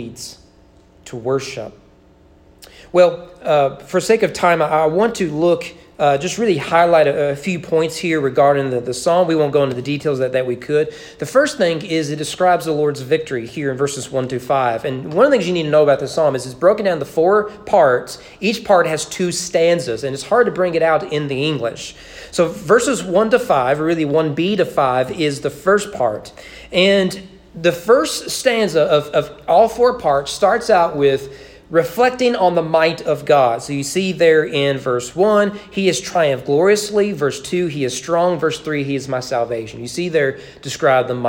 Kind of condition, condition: setting, large echoing room